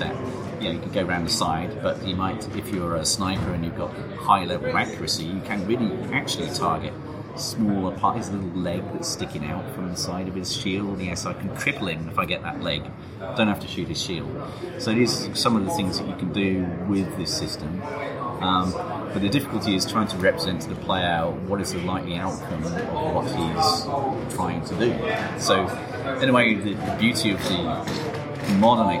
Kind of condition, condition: setting, busy venue